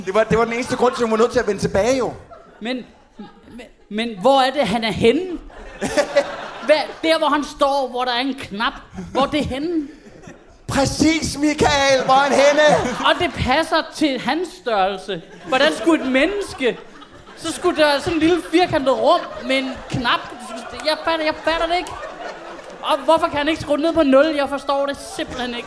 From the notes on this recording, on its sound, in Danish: Det blev optaget foran en ordentlig røvfuld glade mennesker på Bremen. Lyden er god.